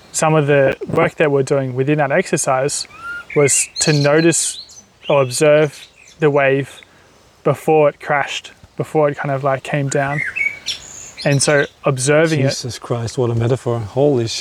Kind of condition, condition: fault, sounds in the background